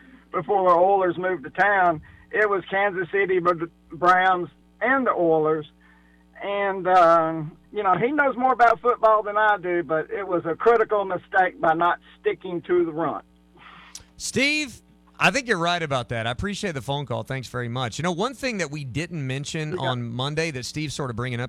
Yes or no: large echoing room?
no